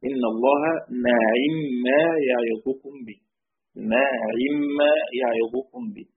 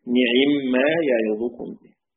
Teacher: قرأ حمزة والكسائي وابن عامر بفتح النون وكسر العين · Shown in: first take